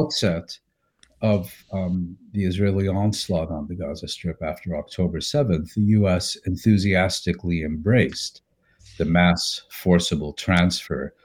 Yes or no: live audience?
no